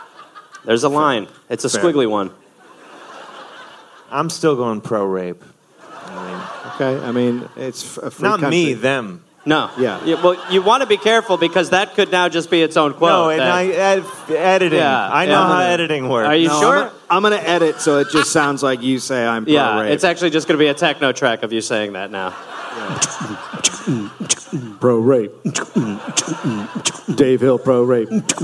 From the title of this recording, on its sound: Live in NY